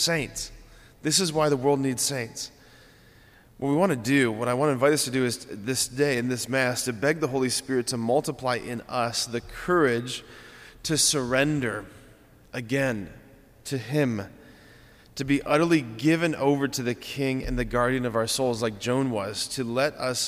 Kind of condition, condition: setting, large echoing room